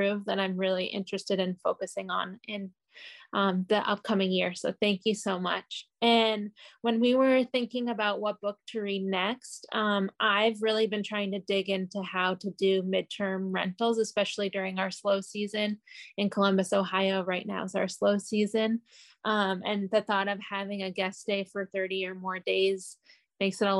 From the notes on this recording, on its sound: Zoom Call Start.